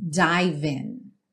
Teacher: Watch as, juntando, I dive in. Dive, o E não é pronunciado, você já junta o V no in.